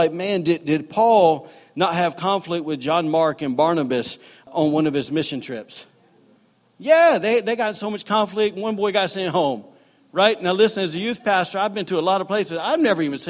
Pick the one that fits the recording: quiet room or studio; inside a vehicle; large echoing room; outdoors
large echoing room